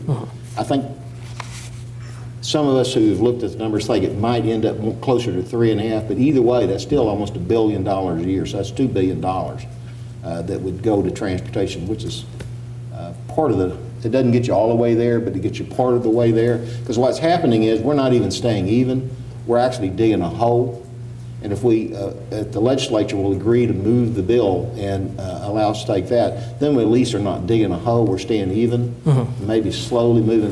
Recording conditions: live audience